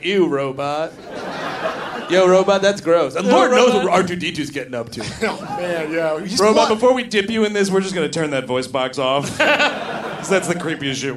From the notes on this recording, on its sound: Recorded live at The Creative Alliance in Baltimore, MD. On the final Summer Vacation Live of 2018.